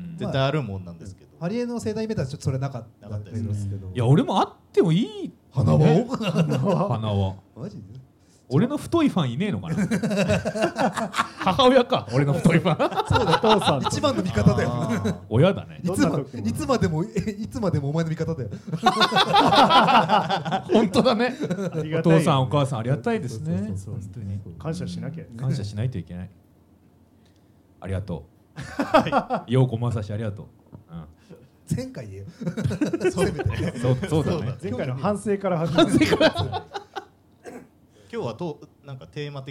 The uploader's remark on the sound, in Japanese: 30代オルタナティブバンドマンによるトークイベント「ハリエンタルラジオ」の模様を一部お届けいたします